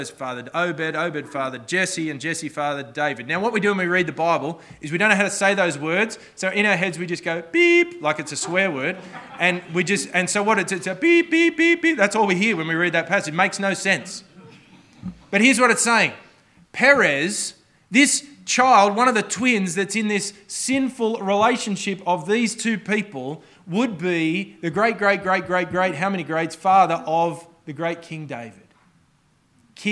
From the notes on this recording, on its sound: This sermon was preached on the 21st May 2023 at all services of Helensburgh and Stanwell Park Anglican Church.